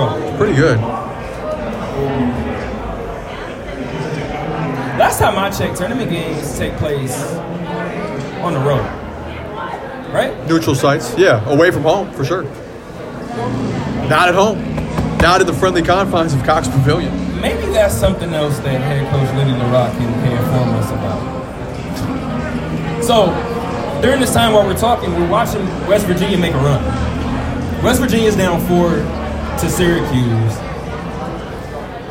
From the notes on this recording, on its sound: A live show from the stage in the middle of the Superbook at the Westgate Las Vegas Resort and Casino.